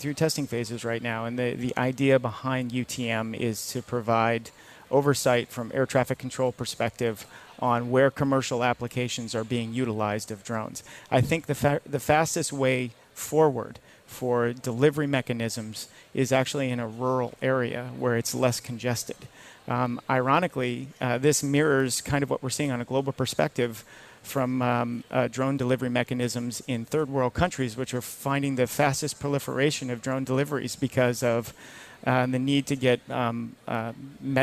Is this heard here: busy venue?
yes